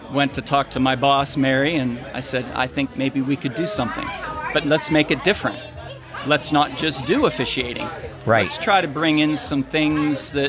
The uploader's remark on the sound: recorded live at the Outer Banks Wedding Expo!